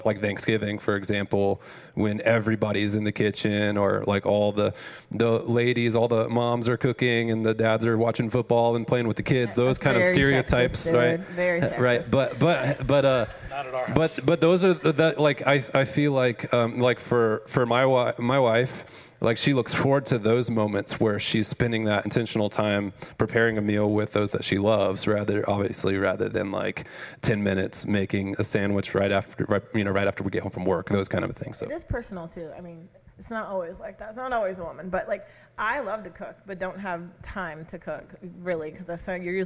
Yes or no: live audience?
yes